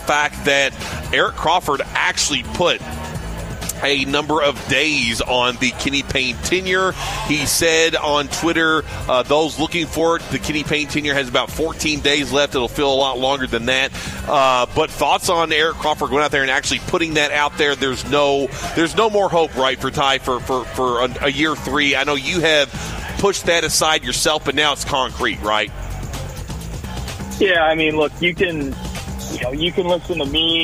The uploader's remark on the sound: Broadcasting live from BW3s on Westport Road!